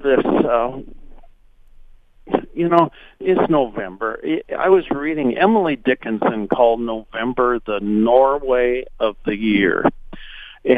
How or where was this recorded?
phone line